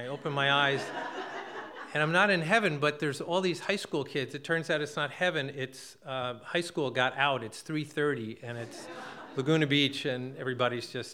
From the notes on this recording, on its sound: This event was recorded in front of live audience on July 17th, 2018 at Wellfleet Preservation Hall in Cape Cod, Massachusetts.